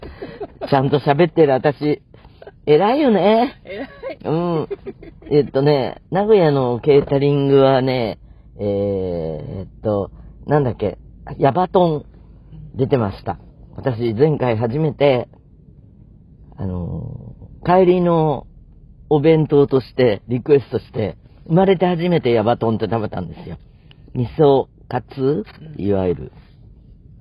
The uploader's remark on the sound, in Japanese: 車の中からコニャニャチワ！だがしかし、車は走っていないようです